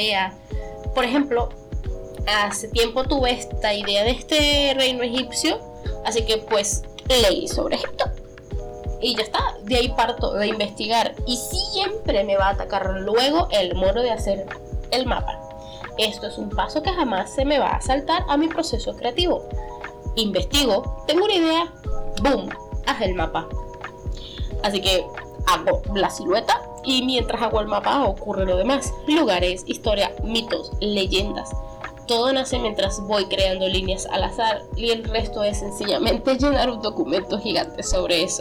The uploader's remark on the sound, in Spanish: Prometo que a futuro traeré mejor calidad, tanto en audio como en guion.